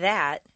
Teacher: The tongue's position for the unvoiced TH is similar to that of S, but for TH, the tongue is extended through the teeth, instead of hissing behind the back of the teeth. The voiced TH is like a D, except that the tongue is placed between the teeth or even pressed behind the teeth.